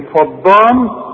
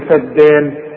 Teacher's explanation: دي عايزة منك فن في النطق ما تقولش فض صد الدال الدال والمد بتاعها مرقق · Shown in: second take